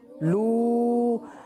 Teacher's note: لیکن ہاں یہاں پہ پیش کے بعد واؤ ساکن آ رہا ہے، تو یہاں پہ اس کو کھینچنا ہے کیونکہ اب یہ واؤ مدہ ہے. لام واؤ پیش لو.